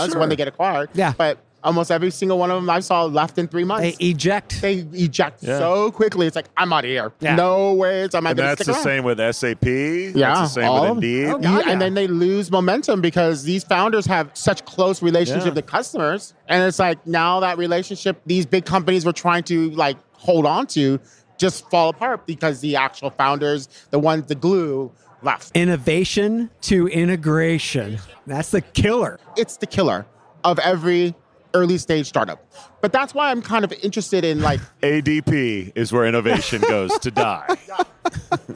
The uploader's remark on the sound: Live from UNLEASH America in the Workhuman booth